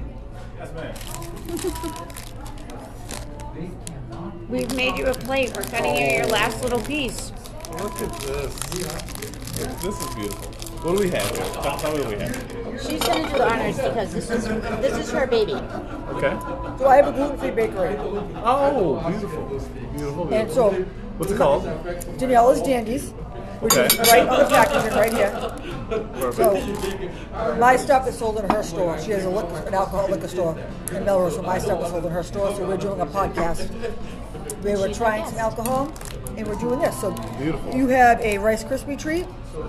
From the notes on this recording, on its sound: We're live on location at 110 Grill in Woburn